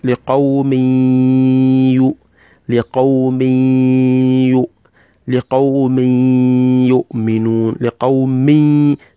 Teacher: That mimun there is carrying a tanwin, and the tanwin is kisrataini, and is followed immediately by a ya'un. So you insert that tanwin into the ya'un. · Term: idgham